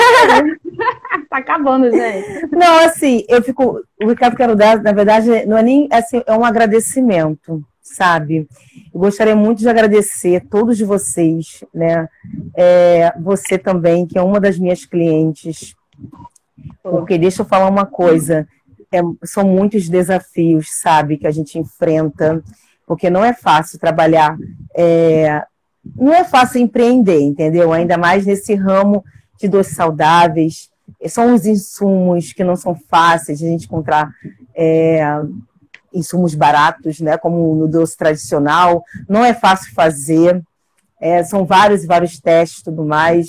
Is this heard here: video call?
yes